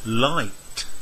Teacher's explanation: Number one, the verb like is changed to liked in the past tense. We add a consonant sound t. The number of syllables doesn't change, the sound just gets longer.